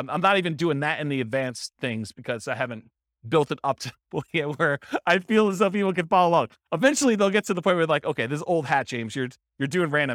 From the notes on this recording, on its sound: This was a live class recorded